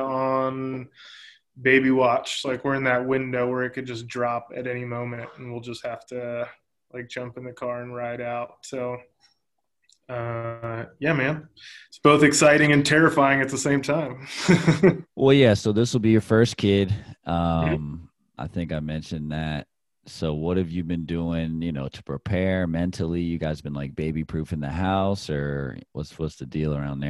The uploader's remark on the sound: We have our first Zoom interview/video content for The kPodcast.